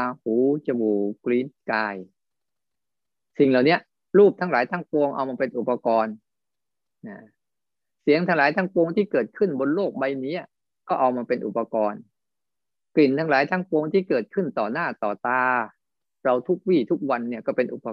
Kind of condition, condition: link, video call